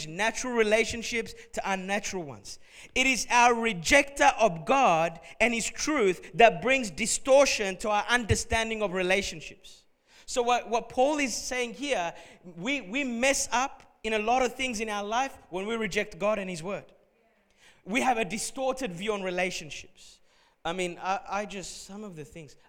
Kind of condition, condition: setting, large echoing room